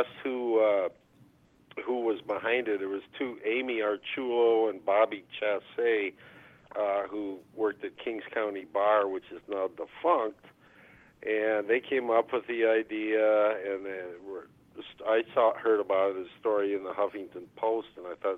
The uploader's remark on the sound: They will also have the phone lines open to callers who want to strike up a spark.